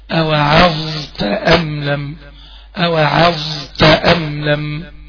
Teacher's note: يبقى اذا الظا حروف الرخاوة مهم جدا، مهم جدا نخلي بالنا من رخاوة الظا عند النطق بها ساكنة. لازم اجري الظا، لازم لازم اجري الظا. · وحافظ طبعا على العين مرققة، وأقوم داخل على الظاء مفخمة وجريها